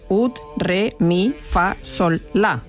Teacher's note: La nota ut terminaba en una consonante sorda, la letra T, lo que la hacía tosca, cerrada y muy difícil de vocalizar para los cantantes.